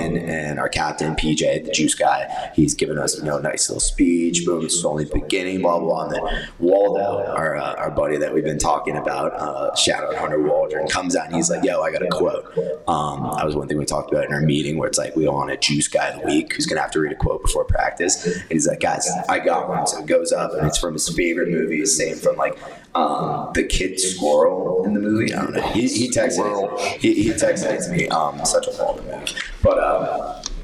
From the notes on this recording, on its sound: We did experience audio issues throughout the recording